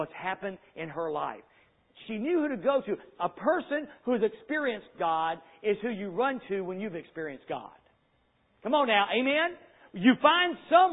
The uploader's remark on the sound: Sunday Evening Service